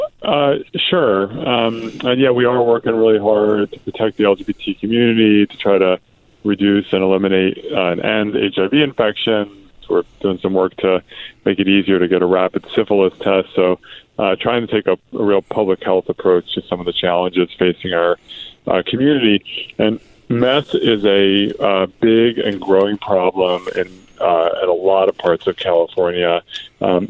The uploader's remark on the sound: Telephone interview